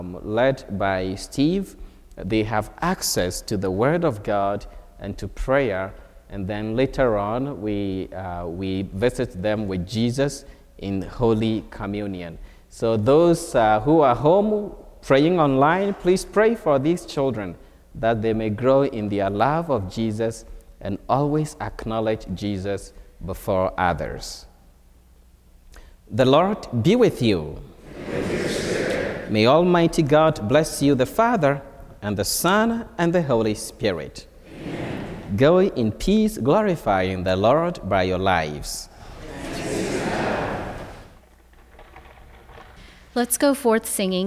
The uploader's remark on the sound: From Holy Spirit Catholic Church in Creston Iowa.